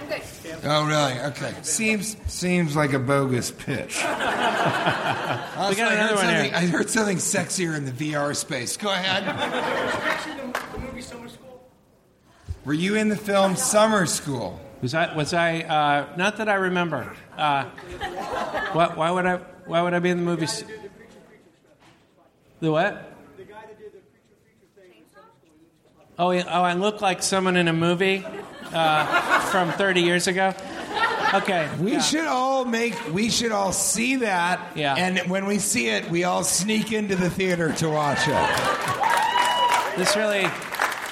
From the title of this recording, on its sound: Live from Comedy Central's Clusterfest!